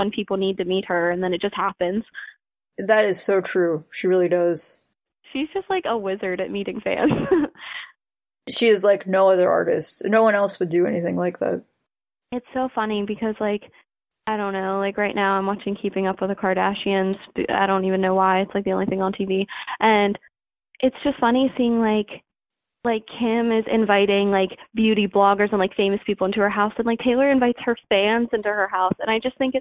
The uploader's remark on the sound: A number of our devoted and ruthless listeners took a short break from their jam sessions to hang out with us on our live call-in on Sunday!